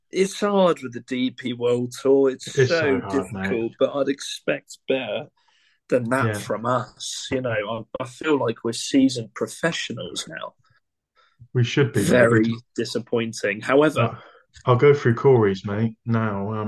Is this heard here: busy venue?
no